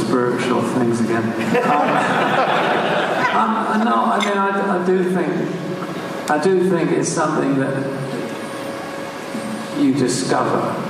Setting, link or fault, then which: setting, live audience